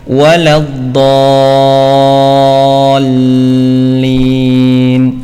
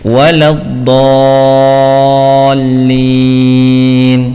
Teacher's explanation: Lam tasdid tanpa gunnah, jangan sampai ditahan. · Shown in: second take